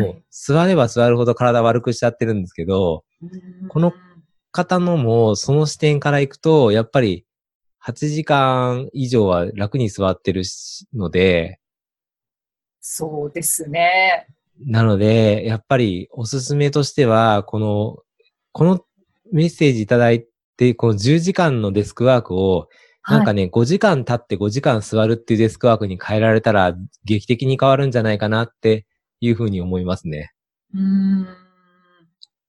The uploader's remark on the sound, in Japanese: オンライン収録のため、通常より音声が劣りますがご了承ください